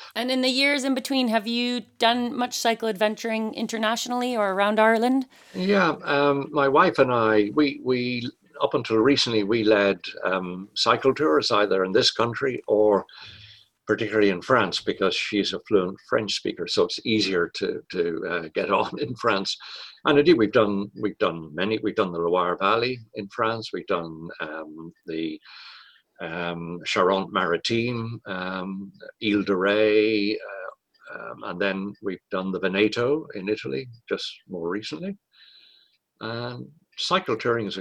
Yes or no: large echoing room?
no